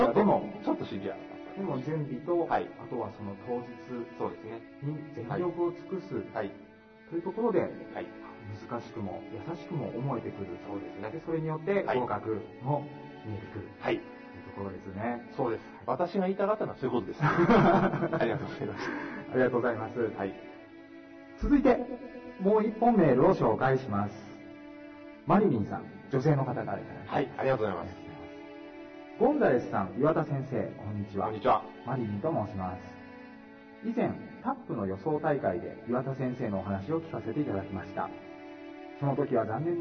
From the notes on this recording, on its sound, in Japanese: 音声悪くてごめんなさい。録音時の機材状態により音声が聞きづらいです。